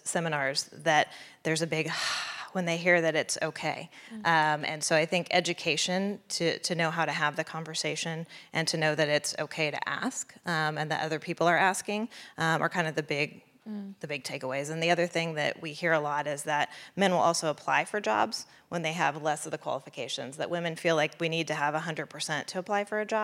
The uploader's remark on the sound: Highlights of the career advancement panel from the recent Ignite ICT Women's Conference.